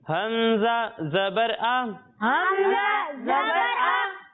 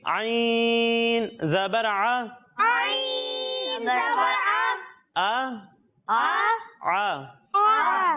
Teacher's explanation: جب ہم حمزہ کی ادائیگی کریں گے تو اسے حلق کے نچلے حصے سے پڑھیں گے، اور جب ہم عین کی ادائیگی کریں گے تو اسے حلق کے درمیان حصے سے پڑھیں گے